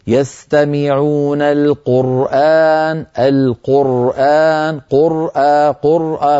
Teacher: ارخي أعصابك واقرأ تلاوتك محكمة، أنت دارس للأحكام متقن لها عمليا، لكن هذا الشد يجعلك أحيانا قد تخطئ ببعض الحروف، لما تقول مثلا القرآن قرآن فتبتر صوت الراء عما بعدها، والراء هنا بين الرخوة والشديدة، يعني الصوت معها يجري جريانا ناقصا. يستمعون القرآن القرآن قرآ قرآ، فلا ينقطع صوت الرأي عما بعدها، والباقي كان ممتاز.